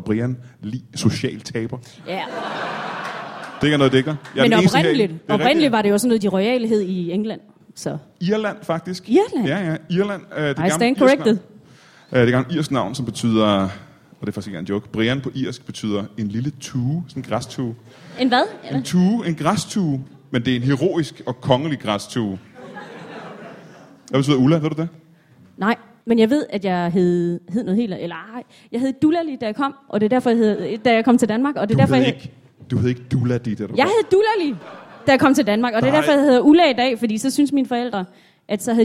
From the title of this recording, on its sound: Comedy Zoo LIVE